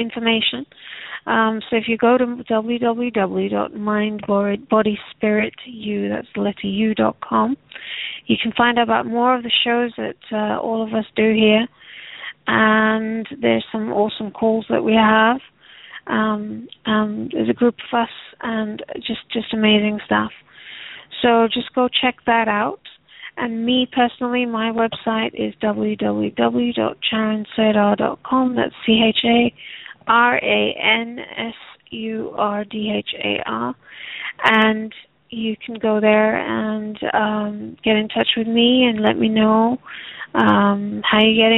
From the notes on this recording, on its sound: Takes Your Calls For Healing.